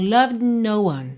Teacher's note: E olha, loved, eu tenho D, língua no céu da boca. N, língua no céu da boca, eu já saio do mesmo local.